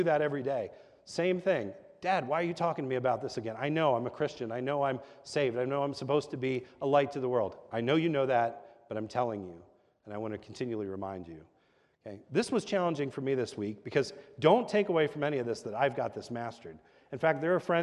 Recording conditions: large echoing room